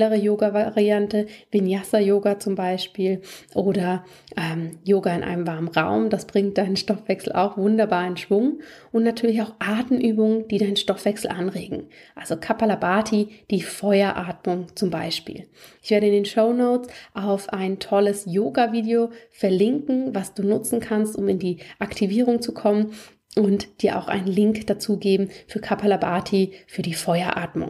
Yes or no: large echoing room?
no